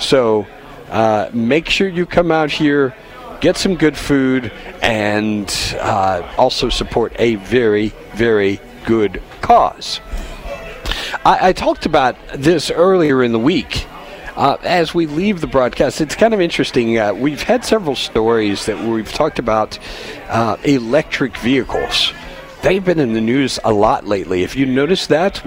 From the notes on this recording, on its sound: Live From The 32nd Annual Union County Crime Stoppers BBQ. Live from the Union County Agricultural Center for the 32nd Annual Union County Crime Stoppers BBQ.